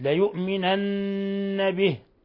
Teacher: إلا ليؤمنن به، حرف غنة مشدد، ليؤمنن به، إذا وصلناها به صلة صغرى نشبع الكسرة وتصبح ياء